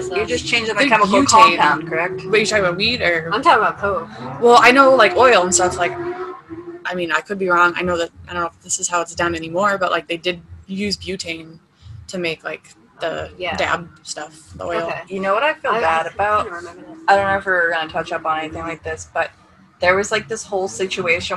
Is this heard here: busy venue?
yes